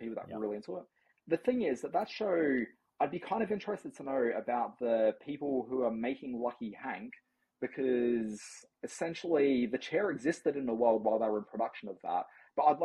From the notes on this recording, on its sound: Apologies about the audio in this episode. Had to record via Airpods and the results were not good.